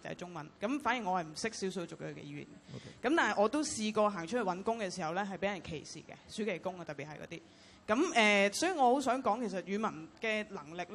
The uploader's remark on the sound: 舉行地點: 維多利亞公園涼亭. Venue: Band Stand, Victoria Park.